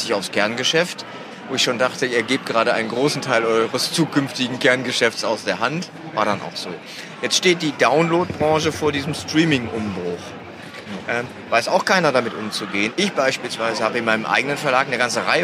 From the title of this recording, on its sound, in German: live von der Frankfurter Buchmesse